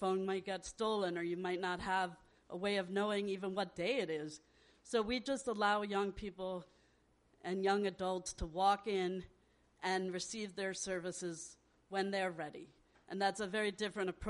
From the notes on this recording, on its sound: Thank You For Coming Out LIVE Season 5 Party. Thank You For Coming Out podcast, produced by Gay City News, celebrated five seasons with a can’t-miss party at Brooklyn Comedy Collective. Our live interview.